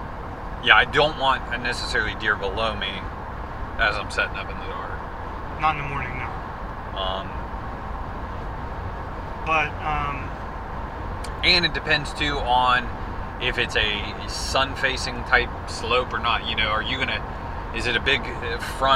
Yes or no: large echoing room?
no